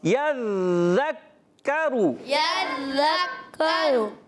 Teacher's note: کاف کو بھی پکڑنا ہے، زال کو بھی، مشدد ہے زال بھی اور کاف بھی